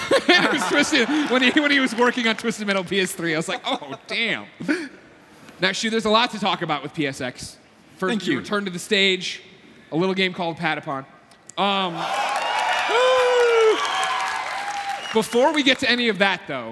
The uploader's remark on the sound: recorded in front of thousands at PSX 2016